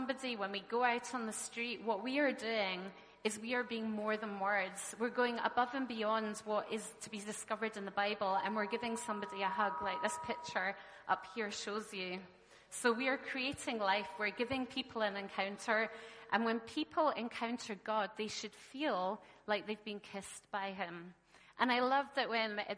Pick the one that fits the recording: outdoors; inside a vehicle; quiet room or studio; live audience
live audience